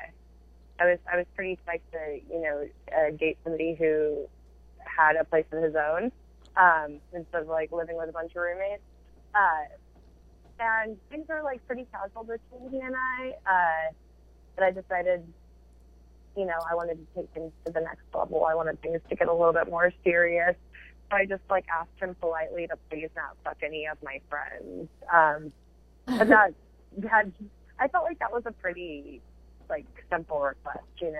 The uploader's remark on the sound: the quality of the phone call is mediocre at best!